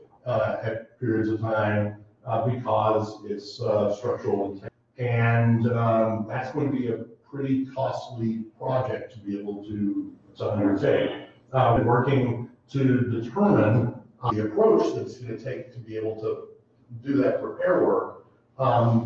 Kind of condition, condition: setting, live audience